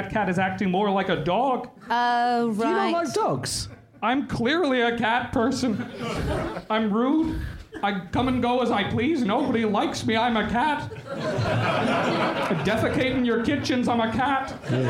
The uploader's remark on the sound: they put on a live show